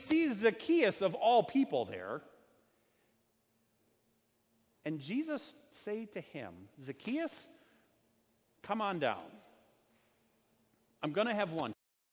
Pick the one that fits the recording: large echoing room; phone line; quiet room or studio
large echoing room